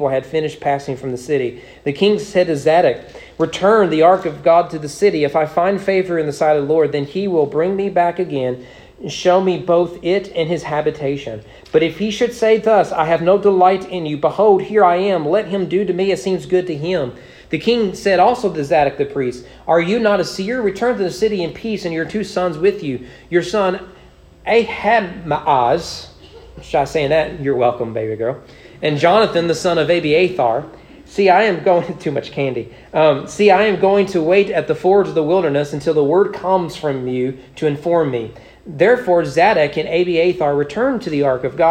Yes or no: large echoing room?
yes